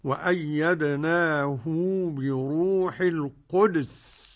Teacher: يصلها الإمام ابن كثير بمقدار حركتين · يسكن الدال أيضا في القدس · Term: إسكان داله